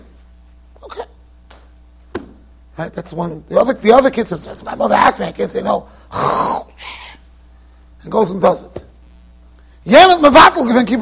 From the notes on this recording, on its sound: Shiur recorded in Yeshivas Ohr Reuven, Monsey NY.